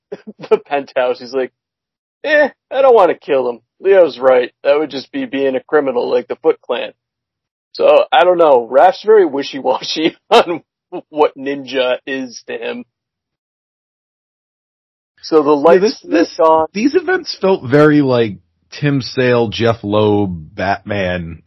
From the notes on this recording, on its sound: Sorry for the sound quality on this weeks episode. We had to use our backup audio.